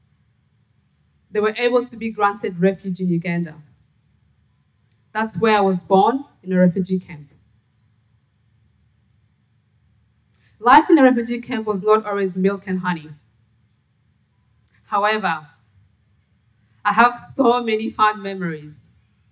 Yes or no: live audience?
yes